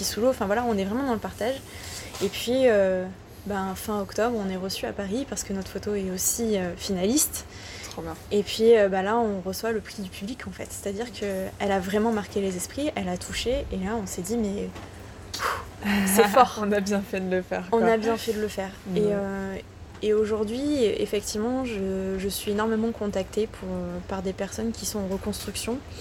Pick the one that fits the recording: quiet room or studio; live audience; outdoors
outdoors